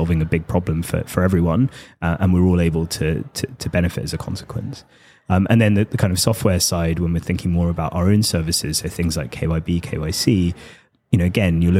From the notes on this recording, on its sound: joins The MoneyPot LIVE at our booth in Amsterdam